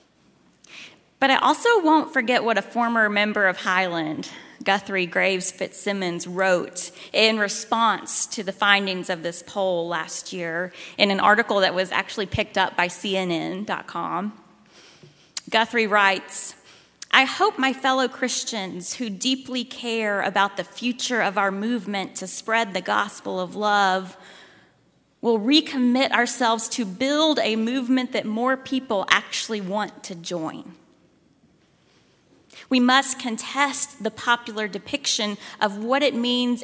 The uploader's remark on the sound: at Highland Baptist Church, Louisville, Kentucky.